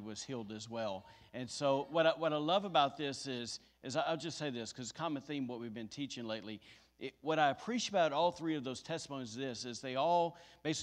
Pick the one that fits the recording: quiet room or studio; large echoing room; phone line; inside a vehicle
large echoing room